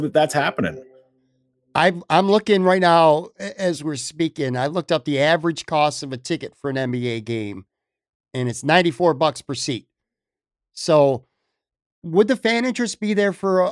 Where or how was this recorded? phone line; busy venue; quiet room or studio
quiet room or studio